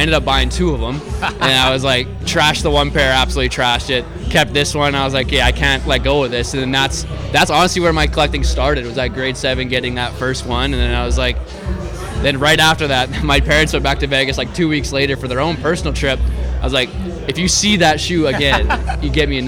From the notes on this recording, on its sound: This is a special episode live from Momentum’s Air Max Day activation event in Saskatoon while the ‘86 Big Bubble went on sale. You'll hear interviews with people in line, former Sneaker Show guests, and some of the Mo crew. There were tattoos, live art, totes and tees made in house.